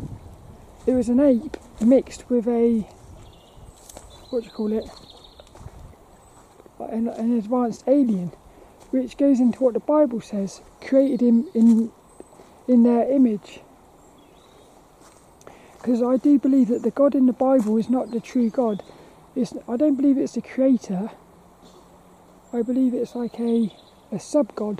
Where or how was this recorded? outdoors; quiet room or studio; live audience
outdoors